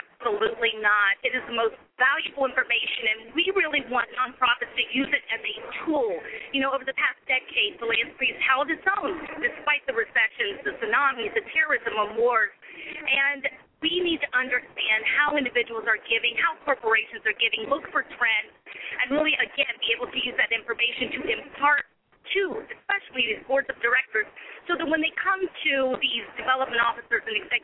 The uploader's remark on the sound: LIVE AT THE AFP TECHKNOW Conference in Orlando